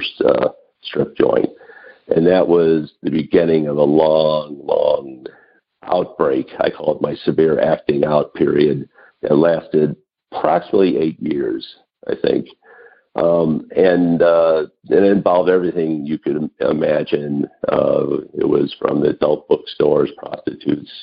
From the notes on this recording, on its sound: Noon Phone Speaker Meeting